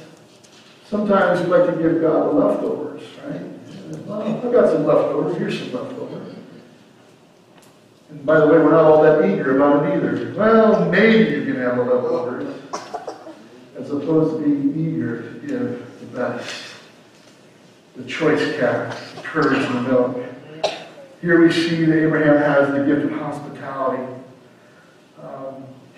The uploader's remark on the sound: Audio for this video starts at the 22:50 mark in the video. Technical issues.